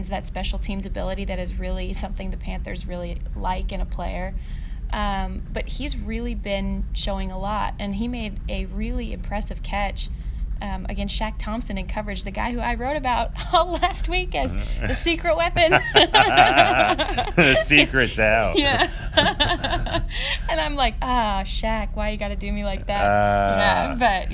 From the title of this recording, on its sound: Live from Carolina Panthers' minicamp